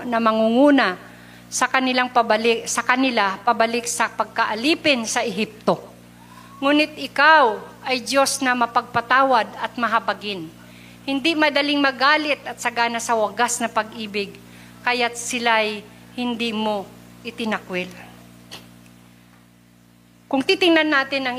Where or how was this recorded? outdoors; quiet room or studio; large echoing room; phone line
large echoing room